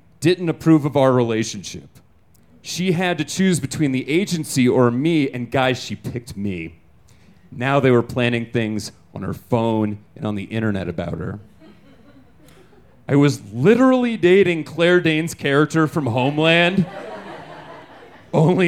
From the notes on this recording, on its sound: Recorded in our new home at Buntport Theater. These stories were recorded at Buntport Theater on June 18, 2014. You might notice that our podcast sounds a little bit different!